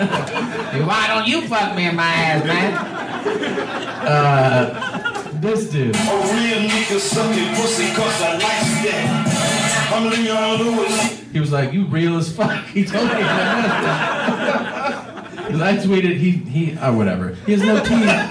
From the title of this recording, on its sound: Live From Vancouver